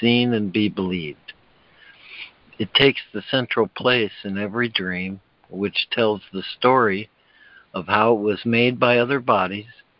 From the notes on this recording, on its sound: ACIM Daily Conference Call